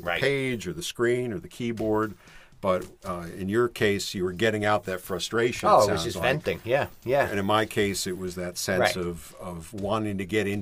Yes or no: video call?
no